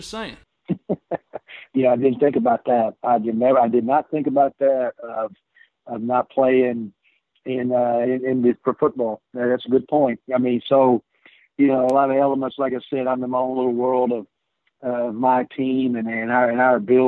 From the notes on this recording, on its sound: on the Modern Woodmen phone line